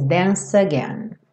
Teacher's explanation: Lembra que o E final do dance não é pronunciado. Então a gente junta o C com again e esse C com som de S.